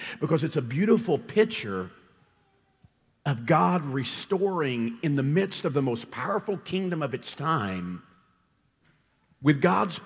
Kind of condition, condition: setting, large echoing room